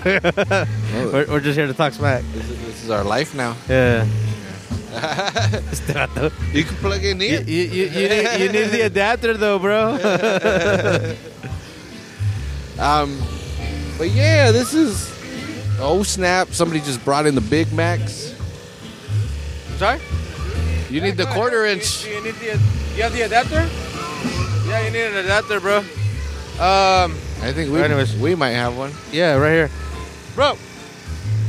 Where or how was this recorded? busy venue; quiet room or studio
busy venue